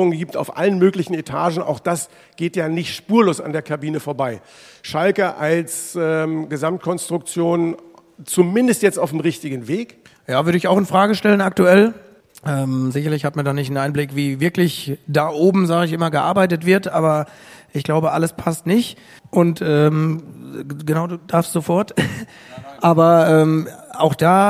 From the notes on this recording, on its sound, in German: Kickerherz Live! Podcasten vor Publikum im Designer Outlet Ochtrup im Grenzgebiet von NRW zu Niedersachsen. Ist halt Live!